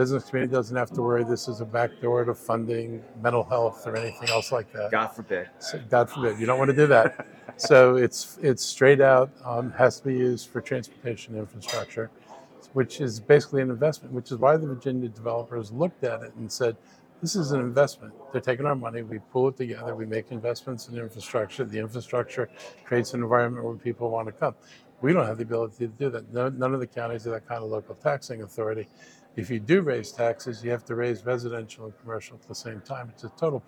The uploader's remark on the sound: at the Winter Maryland Association of Counties Conference